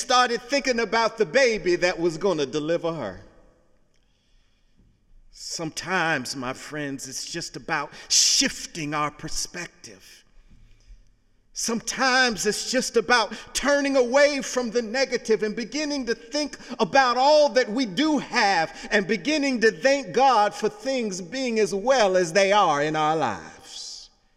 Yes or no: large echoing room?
yes